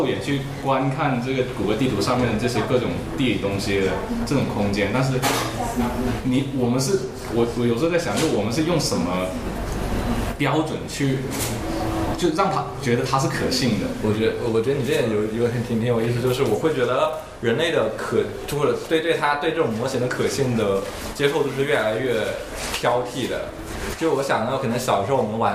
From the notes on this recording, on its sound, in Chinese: 本期为展览「无限的猴子」开幕聊天的现场录音